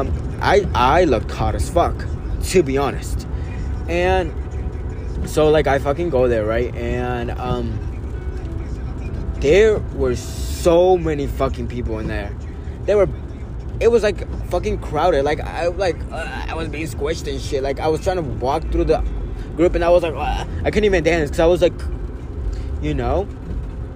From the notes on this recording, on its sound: Sorry for the background noice and the constant waze mf telling me directions…